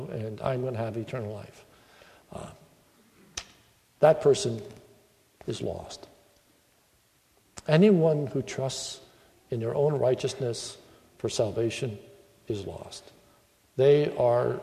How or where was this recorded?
large echoing room